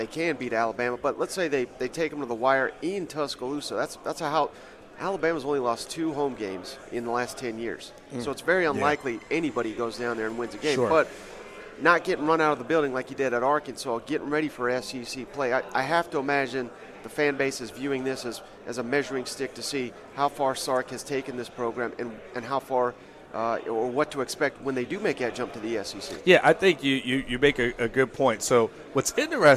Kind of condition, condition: setting, busy venue